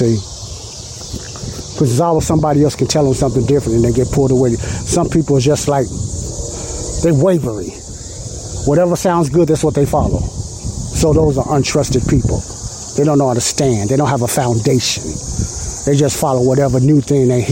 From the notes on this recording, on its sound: I'm sorry for all the noise and Wind sounds in this Audio podcast but I done this show outside at a Park and it was real windy